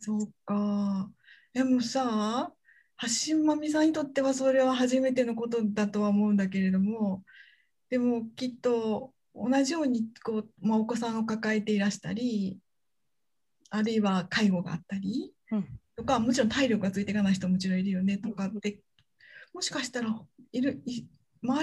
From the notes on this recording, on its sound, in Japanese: 収録場所： オンライン (Zoom)